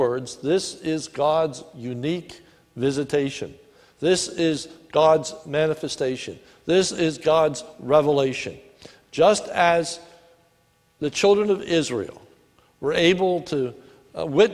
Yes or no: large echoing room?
yes